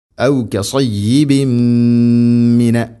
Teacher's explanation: തൻവീനിനെ മീമിലേക്ക് കൂട്ടി ലയിപ്പിച്ച് മണിച്ചുകൊണ്ട് ഉച്ചരിക്കണം · Term: ഇദ്ഗാം ബിഗുന്ന